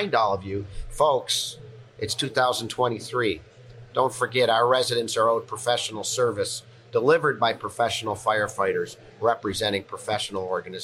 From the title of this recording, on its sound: Live at FDIC